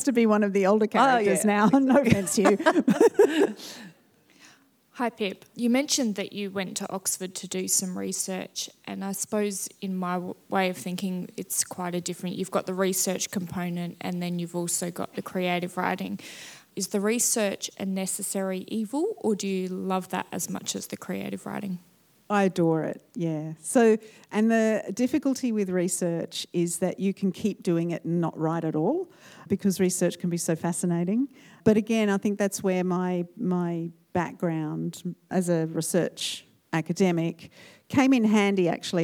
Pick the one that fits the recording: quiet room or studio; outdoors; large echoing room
large echoing room